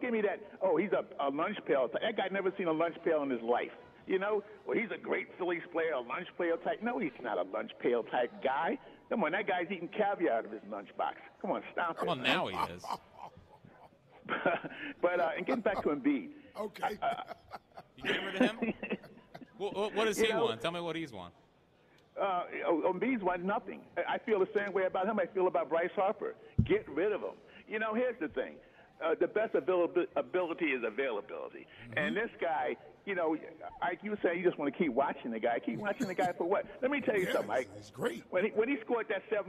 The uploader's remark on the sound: live from Chickies in South Philly